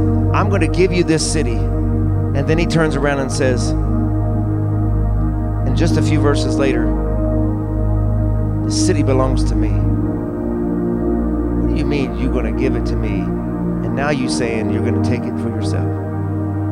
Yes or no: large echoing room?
yes